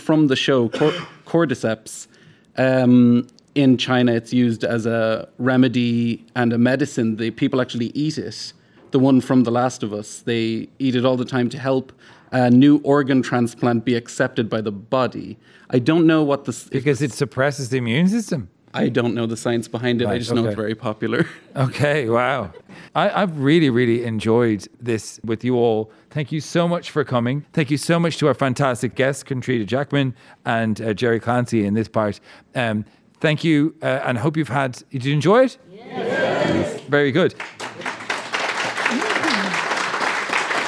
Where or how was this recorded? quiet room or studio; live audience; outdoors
live audience